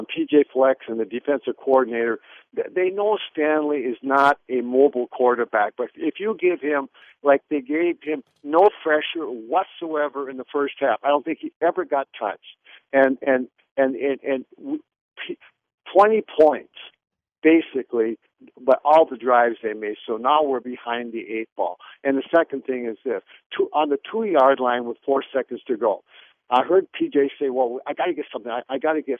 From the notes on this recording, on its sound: opens up the phone lines